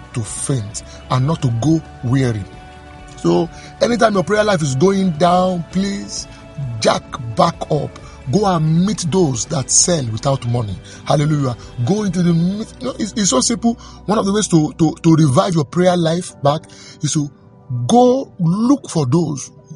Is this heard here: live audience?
no